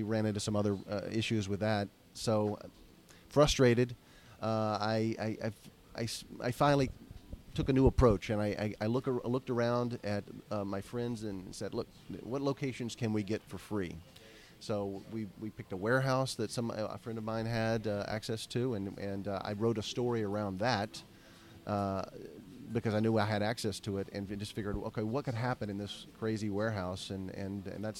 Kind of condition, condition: setting, busy venue